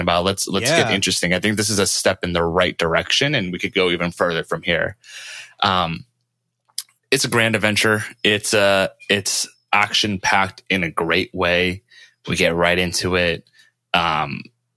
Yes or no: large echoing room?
no